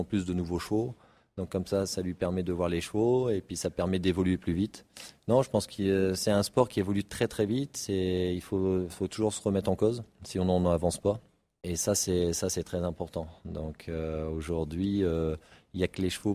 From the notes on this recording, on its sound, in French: Dans ce superbe épisode enregistré à Equita’Lyon.